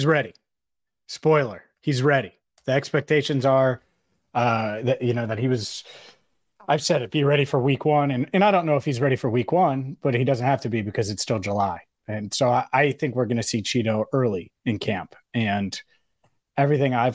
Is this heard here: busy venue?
no